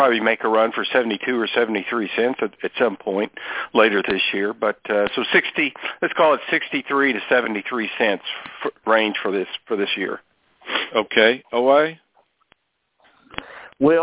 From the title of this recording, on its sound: Monthly Conference Call On Cotton